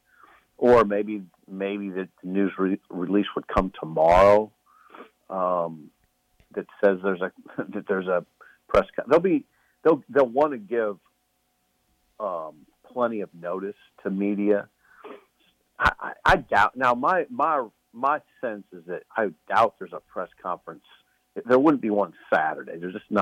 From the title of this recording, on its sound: is in Iowa City and calls